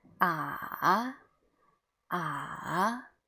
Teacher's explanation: the pitch will go down and then go up · Term: third tone